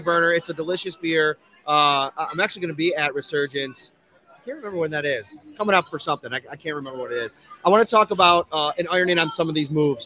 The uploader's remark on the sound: live at Imperial Pizza in South Buffalo